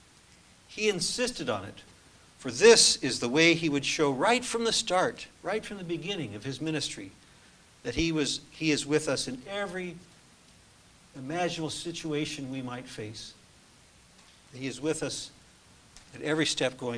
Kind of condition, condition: setting, large echoing room